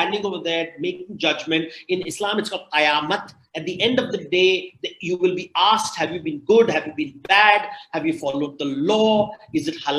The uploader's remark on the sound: This episode is the audio version of a live online session from #JLFToronto2020.